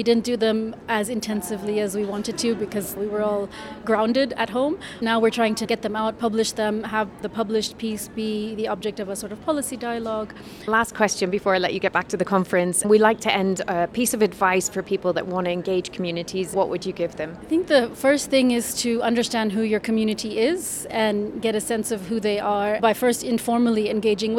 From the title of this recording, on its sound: Conversations in the Halls